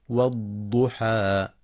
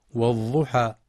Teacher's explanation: ينتبه القارئ لتفخيم الضاد المضمومة مع إعطائها صفة الاستطالة · Shown in: first take